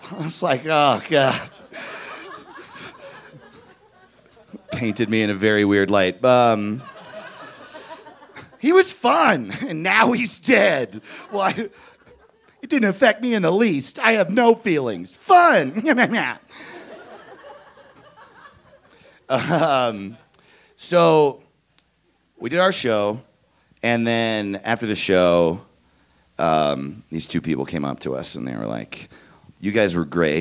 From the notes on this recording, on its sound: He stopped by The Narrators Denver to share this story. Recorded live on 20 December 2017 at Buntport Theater in Denver, Colorado.